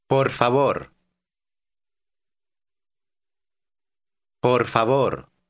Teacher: Are you saying those two Spanish R sounds? They are said with the tip of the tongue behind the upper teeth.